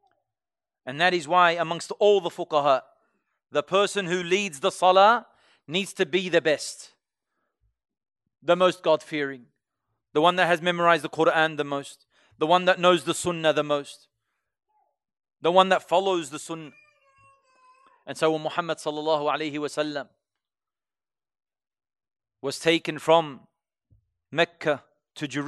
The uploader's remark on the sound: LIVE from ASWJ Revesby